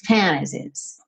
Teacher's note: Mas é comum, muito comum, especialmente no inglês americano, que esse T suma e aí você tem fantasies